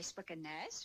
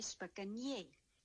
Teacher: By spik en nes word die N as een NJ uitgespreek wat een palatale klank is. En daar diezelfde NJ-klank, NJ-klank, hoor ons dan bij spik en jy.